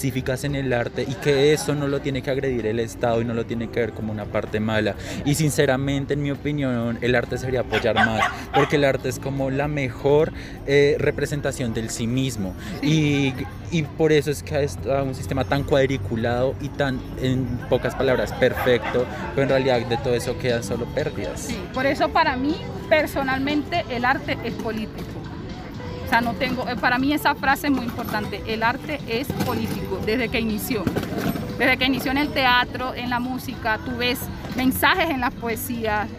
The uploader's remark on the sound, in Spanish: grabación en el centro de Bogotá (carrera 7)